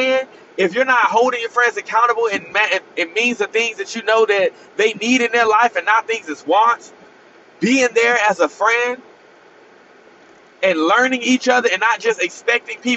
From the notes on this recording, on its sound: Driving home from work I needed to hop in the mic.